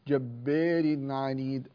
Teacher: هذه الراء المتطرفة المكسورة يميل الألف التي قبلها قولا واحدا من غير خلاف